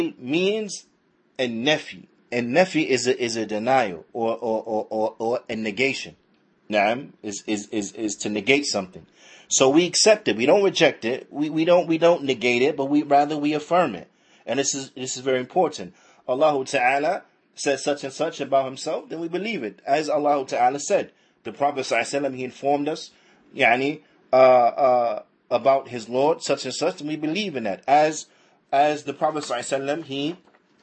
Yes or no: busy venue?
no